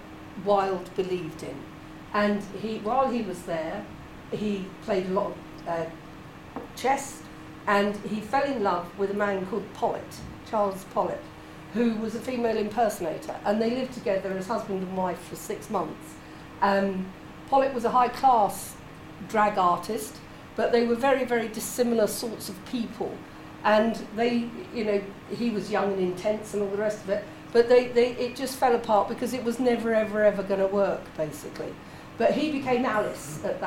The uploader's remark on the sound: This is an excerpt of a recording of a talk. At the Faversham Speakers Moot. At The Limes Pub (formerly the Chimney Boy) in Faversham.